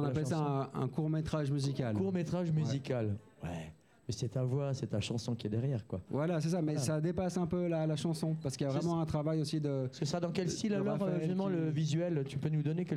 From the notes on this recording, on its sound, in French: en direct de la Bossette (place du nord 4, 1005 Lausanne) dans L'Open Live de Bilobamusic